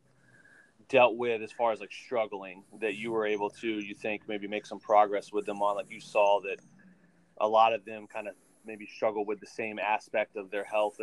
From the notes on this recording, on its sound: interview a friend of mine over the phone